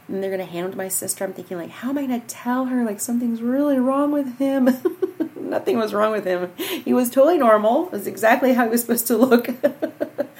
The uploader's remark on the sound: Unlike most episodes, there is no intro or outro music - this is just you, me, the microphone & Coco snoring in the background.